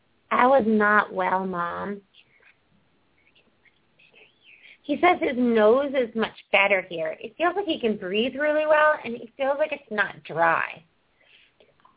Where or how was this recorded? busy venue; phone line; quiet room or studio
phone line